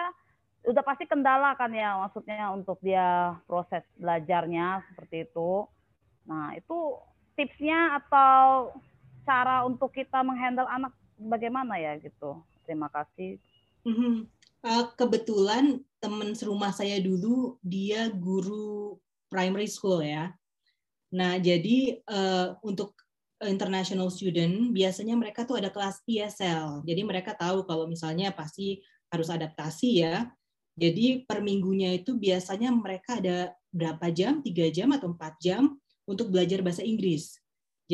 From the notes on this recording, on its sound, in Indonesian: Dalam sesi zoom kali ini.